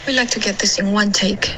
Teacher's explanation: Like 的双元音你发成了 look。OK，这太钝了，太短了，没有滑动